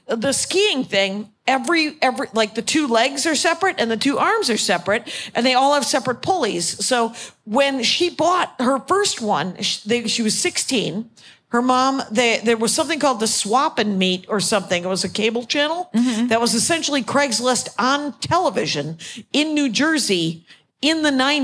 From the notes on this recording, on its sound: live in Austin, Texas